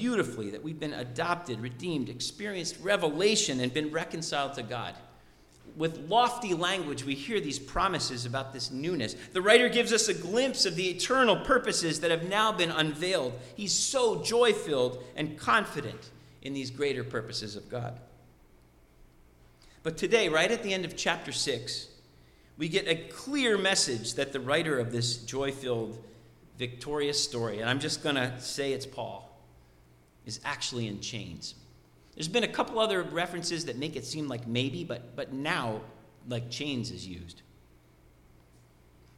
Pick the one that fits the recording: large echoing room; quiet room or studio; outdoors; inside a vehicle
large echoing room